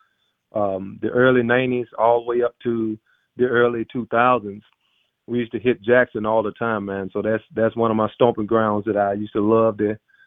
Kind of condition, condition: link, phone line